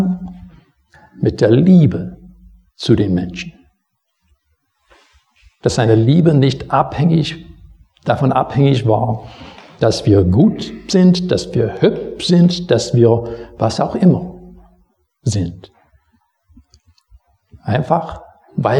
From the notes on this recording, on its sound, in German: Predigt aus dem Gottesdienst vom 27.